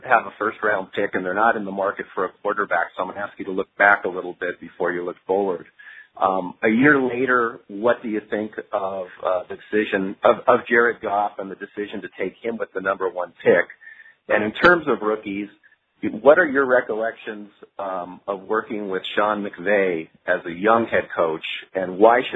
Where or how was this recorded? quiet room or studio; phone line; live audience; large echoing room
phone line